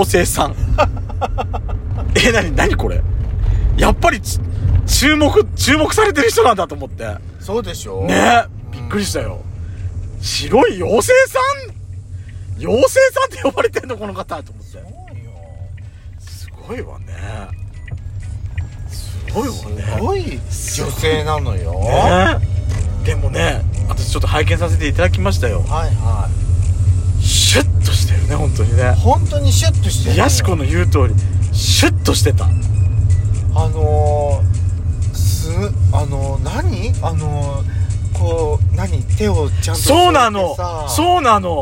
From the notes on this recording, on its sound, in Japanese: ドスドライブ収録 #ロードノイズゴメンね